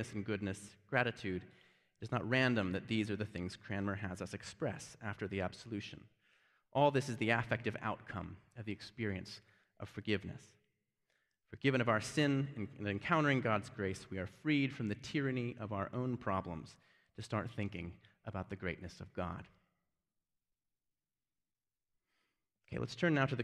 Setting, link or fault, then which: setting, large echoing room